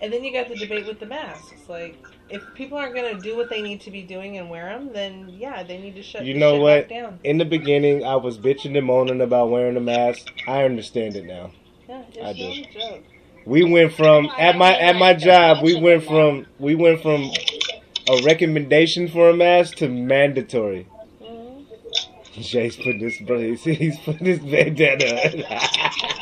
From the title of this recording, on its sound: Thursday Night Zoom Podcast